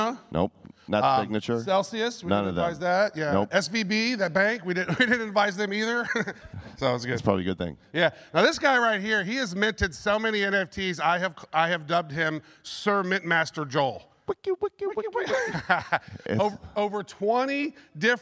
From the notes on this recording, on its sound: Live from NFT NYC 2023. Hear their entire presentation from the event, right here.